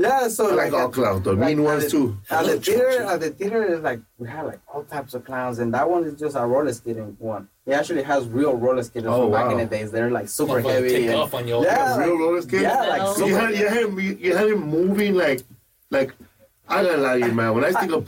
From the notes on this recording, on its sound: Forgive the sound. The studio had issues today...